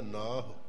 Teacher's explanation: ਹਾਂਜੀ, ਜਿਹੜਾ ਨਾਹੋ ਸ਼ਬਦ ਆਇਆ ਨਾ, ਇਹ ਹੋੜਾ ਨਹੀਂ ਬਣਨਾ ਚਾਹੀਦਾ, ਨਾਹੋ ਨਹੀਂ ਬਣਨਾ ਚਾਹੀਦਾ। ਨਾ ਨੂੰ ਲੰਬਾ ਬੋਲੀਏ ਤੇ ਹਾਹੇ ਨੂੰ ਔਂਕੜ ਬਿਲਕੁਲ ਛੋਟਾ ਜਿਹਾ ਬੋਲ ਹੋਣਾ, ਕਿਉਂਕਿ ਇਹ ਛੋਟੀ ਮਾਤਰਾ ਚ ਆਉਂਦਾ, ਲਘੂ ਮਾਤਰਾ ਚ ਇਹਨੂੰ ਬੋਲਿਆ ਜਾਣਾ।